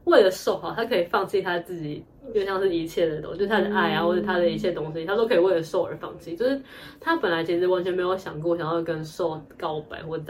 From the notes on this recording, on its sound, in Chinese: 本集原本為手機錄製收音的影片，如果覺得音質不夠清晰